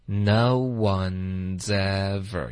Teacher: 舌尖顶上颚就发 z 的这个音，然后我们可以连读到 ever